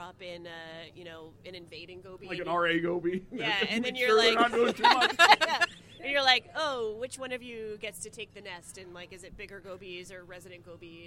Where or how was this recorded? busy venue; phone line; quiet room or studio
busy venue